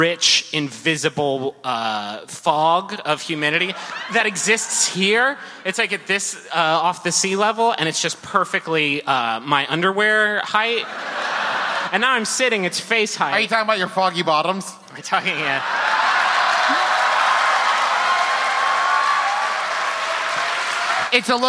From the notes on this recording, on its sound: Here's a live performance from The Lincoln Theatre, in beautiful, humid Washington D.C.! A perplexing audience question.